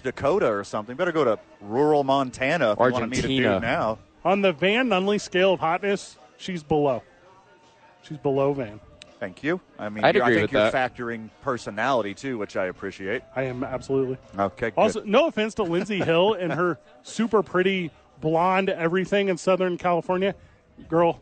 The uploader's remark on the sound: live at Santa Fe Brewing for TNF